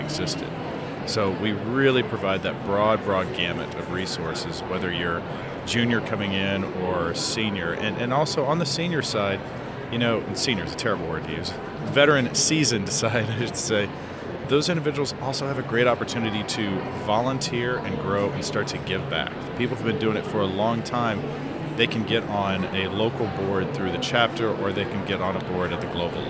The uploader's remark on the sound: Live from #IMEXAmerica